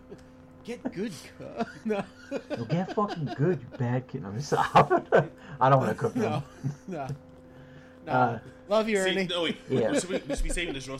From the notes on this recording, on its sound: while battling technical issues throughout the night